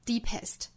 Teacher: 注意 deepest 这个词啊前面是紧音后面是松口的松元音